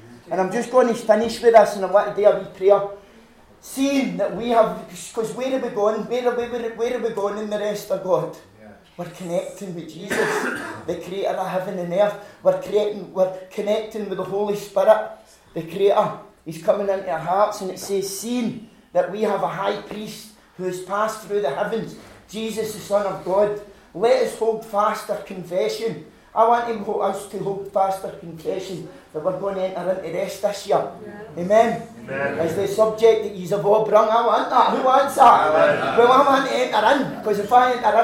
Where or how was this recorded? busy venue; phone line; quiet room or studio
busy venue